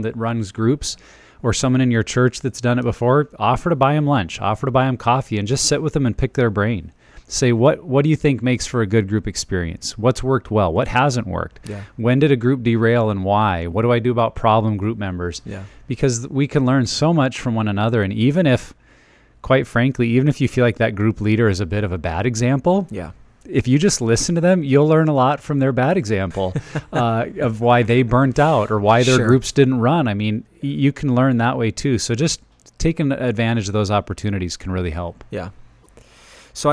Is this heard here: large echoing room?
no